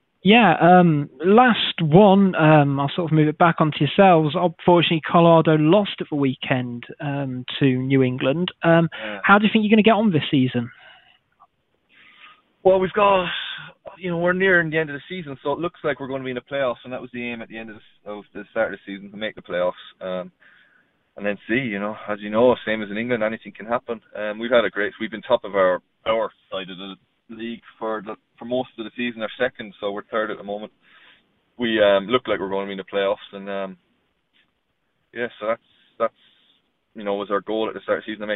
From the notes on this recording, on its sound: over the phone on his way to training